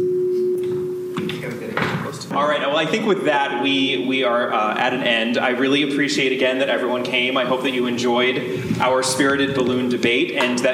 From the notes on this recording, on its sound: Recorded at the 2023 Agatha Christie Festival. Get ready for some hot mics: it's time for a live episode.